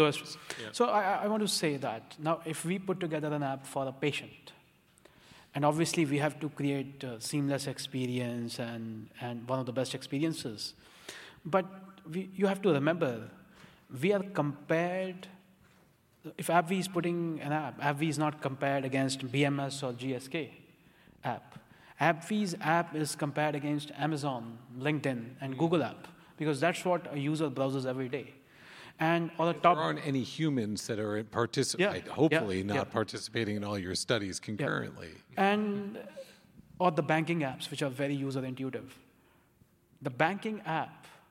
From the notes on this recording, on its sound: This session was recorded at DPHARM 2022.